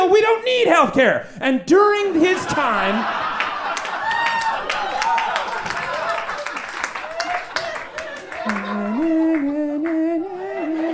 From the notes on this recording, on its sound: Recorded LIVE at Chicago’s Historic Green Mill Lounge on June 10th 2023